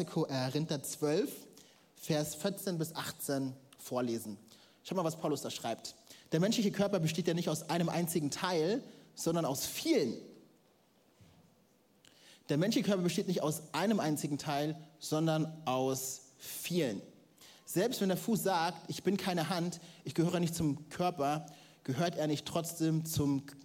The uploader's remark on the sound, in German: Audiomitschnitt der Predigt vom 16.